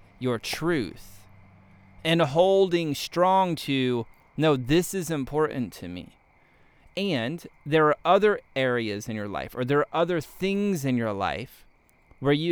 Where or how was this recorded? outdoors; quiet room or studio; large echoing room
outdoors